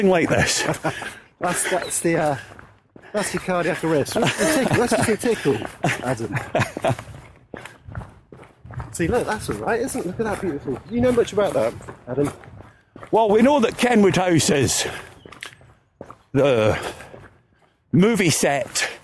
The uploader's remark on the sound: This podcast was recorded live on a rehearsal for the 5K running tours in February 2017.